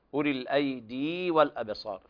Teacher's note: في يا مدية تمد حركتين